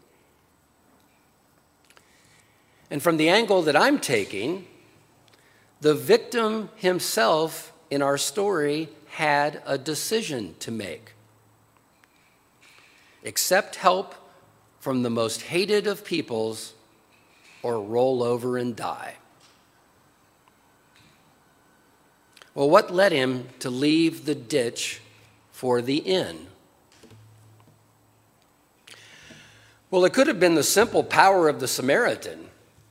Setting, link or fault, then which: setting, large echoing room